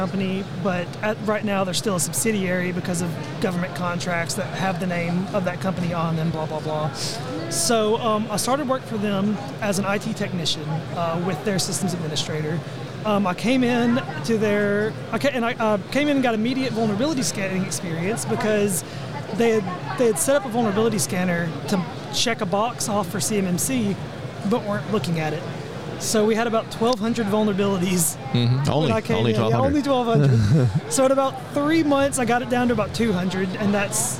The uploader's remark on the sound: Live from the National Cyber Summit 2023